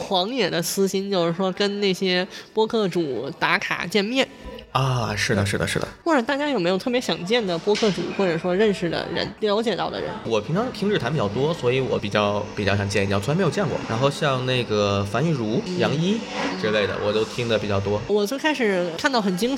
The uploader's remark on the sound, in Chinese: 参加由大内密谈举办的线下播客活动「声量The Power of Voice」期间进行的录制。作为一期非常即兴的对谈，录制场地也很即兴的放在了一家面包店内，音质环境相比之前节目会有些嘈杂。